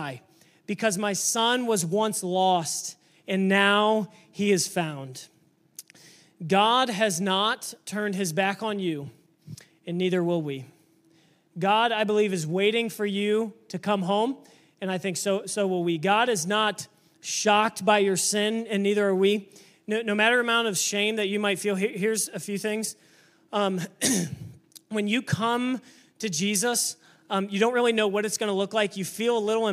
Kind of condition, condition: setting, large echoing room